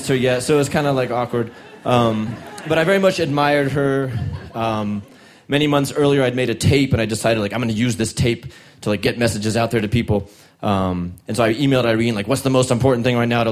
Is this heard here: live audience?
yes